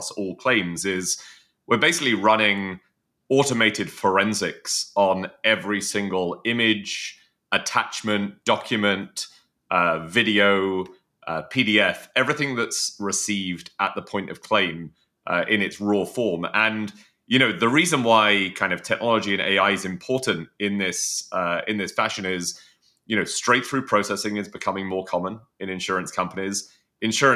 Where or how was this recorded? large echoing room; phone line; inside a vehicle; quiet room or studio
quiet room or studio